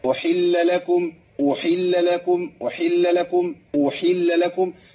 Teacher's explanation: فما تضغطش على حركة الضم بتاعت الهمزة